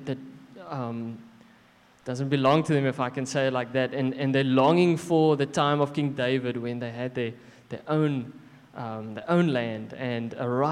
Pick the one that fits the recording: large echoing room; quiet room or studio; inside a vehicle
large echoing room